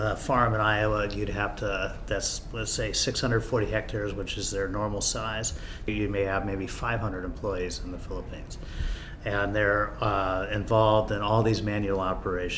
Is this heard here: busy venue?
yes